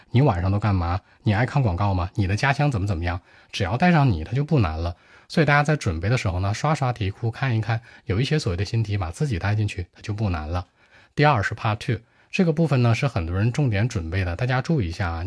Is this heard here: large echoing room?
no